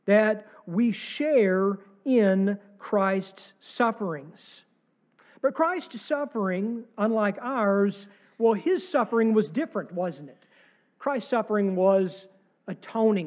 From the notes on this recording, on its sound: sermon from our service on Easter Sunday, April 9, 2023